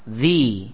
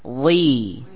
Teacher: kalau zal tipis, kalau wa ditebalkan